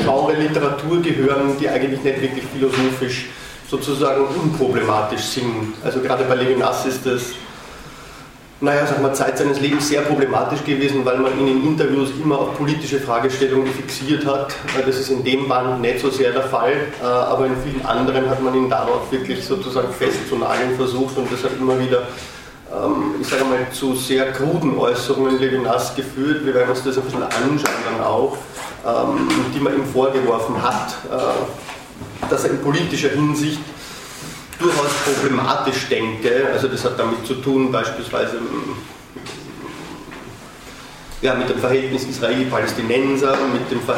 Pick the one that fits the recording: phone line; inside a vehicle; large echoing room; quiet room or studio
large echoing room